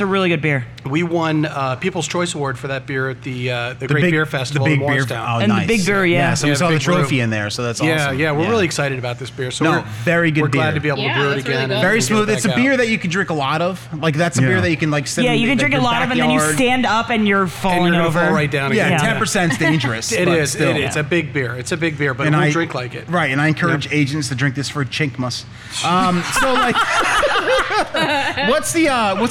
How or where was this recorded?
busy venue